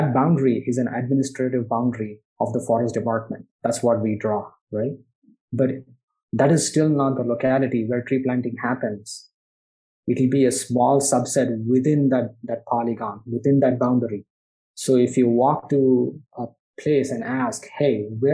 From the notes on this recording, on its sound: I’ve had a chance to virtually sit down with two of the interdisciplinary scientists.